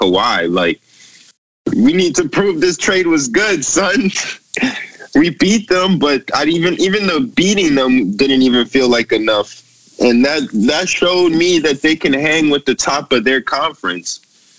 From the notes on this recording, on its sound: Our first pod outside the studio, kicking it on Skype.